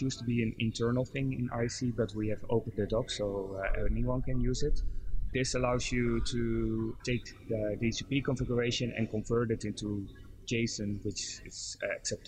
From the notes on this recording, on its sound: RIPE was a busy event, as evidenced by the noise and conversations in the background